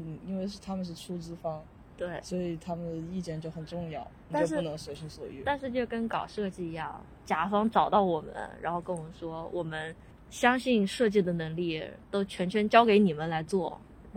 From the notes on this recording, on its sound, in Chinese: 因为户外录制的这期，请注意很有可能听到风声车声人生狗叫各种杂音，调音新手的降噪处理不是很成功还请见谅。